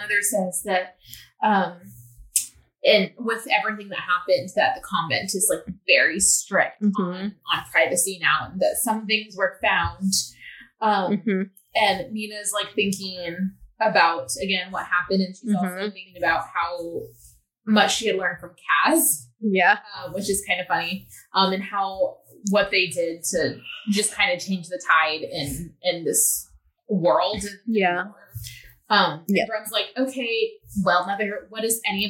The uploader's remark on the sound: Please forgive echoey audio. Started using a new editing software and is still learning how to use it!